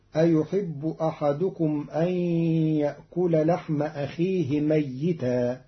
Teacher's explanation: قرأ قالون كلمة ميتا بتشديد الياء